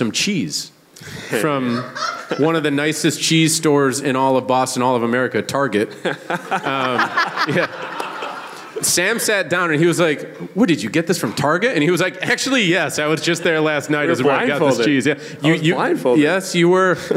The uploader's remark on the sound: live from Memoire at Encore Boston Harbor for the Season 4 finale